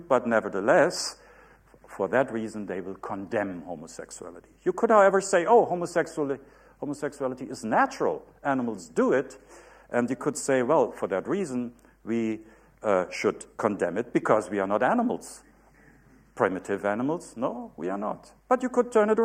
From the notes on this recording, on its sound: UCL Lunch Hour Lecture